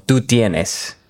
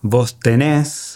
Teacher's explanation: Ese cambio, digamos, esa irregularidad se pierde y decimos tenés y la acentuación está al final · Shown in: second take · Ok.